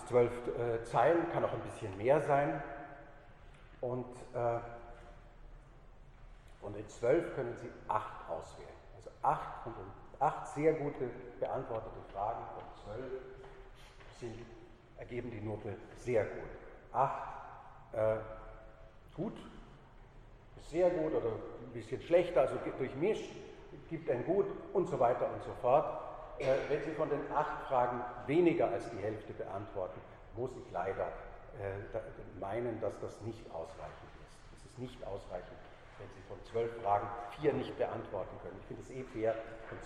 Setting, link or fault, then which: setting, large echoing room